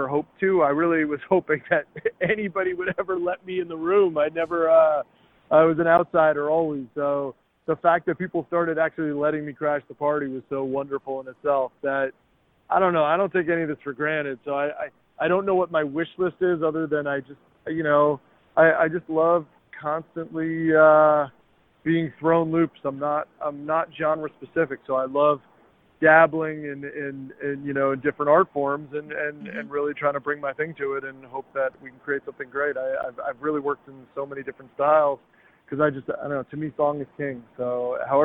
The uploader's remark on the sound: On an LA rooftop! Sounds of the ocean (from the roof).